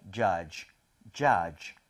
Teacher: 이거 발음을 할 때요, D 사운드를 약하게 해서요, judge. 그리고 마지막에 입 모양이 하고 모여야 됩니다.